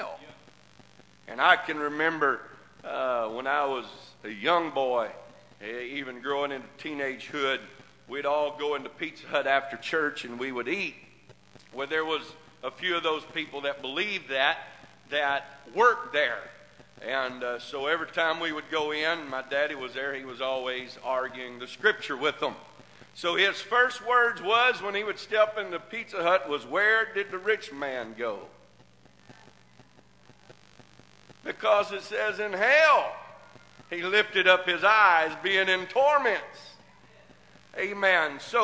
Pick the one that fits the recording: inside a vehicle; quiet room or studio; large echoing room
large echoing room